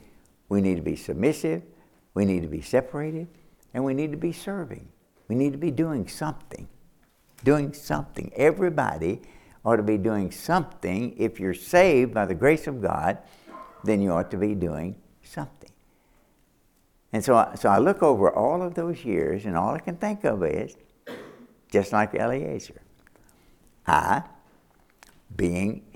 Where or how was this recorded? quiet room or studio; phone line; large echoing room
large echoing room